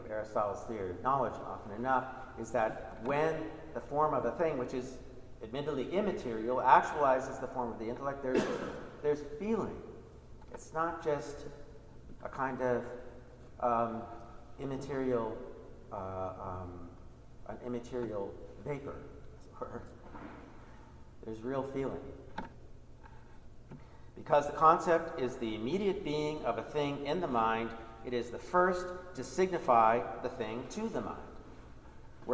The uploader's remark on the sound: Recording of a lecture delivered on June 20, 2018. As part of the Graduate Institute Summer Lecture Series.